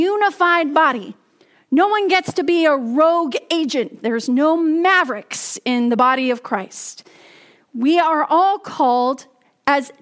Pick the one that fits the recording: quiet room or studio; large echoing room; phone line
large echoing room